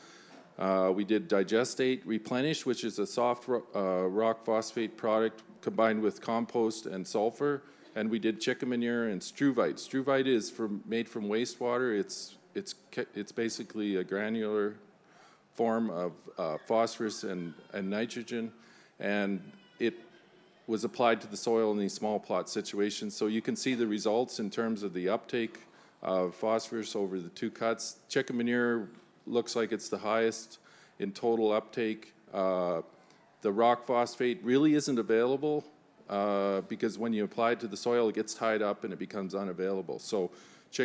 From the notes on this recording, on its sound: In a live panel format, recorded at the Organic Connections show in Saskatoon.